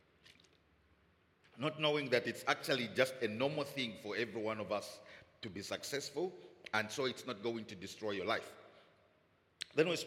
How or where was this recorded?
large echoing room